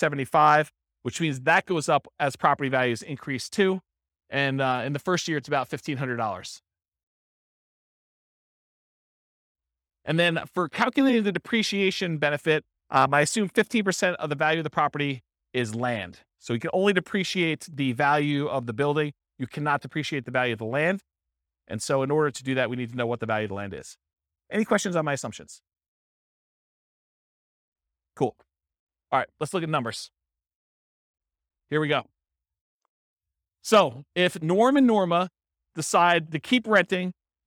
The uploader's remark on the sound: This was a live class recorded